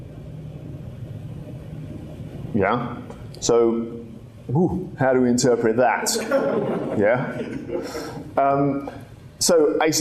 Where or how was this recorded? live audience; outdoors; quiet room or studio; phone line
live audience